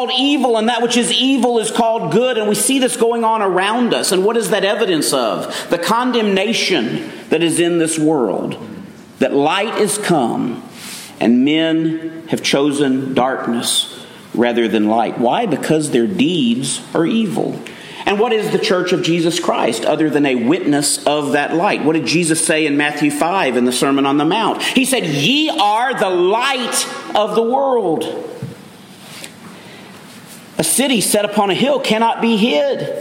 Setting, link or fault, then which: setting, large echoing room